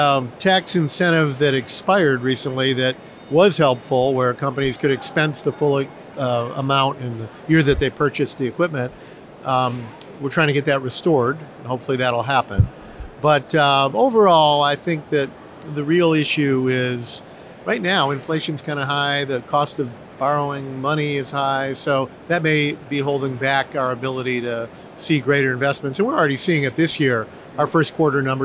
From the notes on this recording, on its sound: at Automate 2023 in Detroit